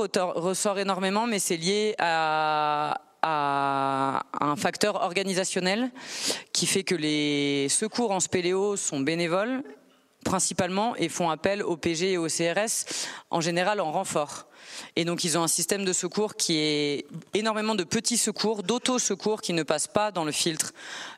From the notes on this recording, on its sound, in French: Juin 2023, conférence ENSA